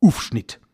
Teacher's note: Ganz oft wird das Au durch ein U ersetzt